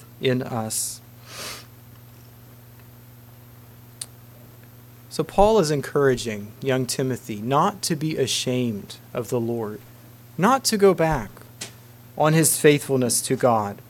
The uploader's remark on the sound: Message preached at Word Of Hope